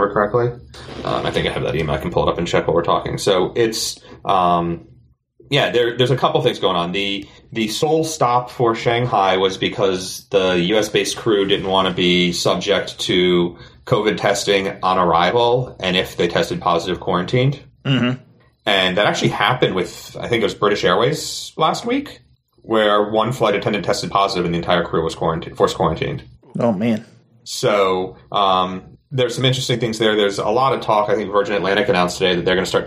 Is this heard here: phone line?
no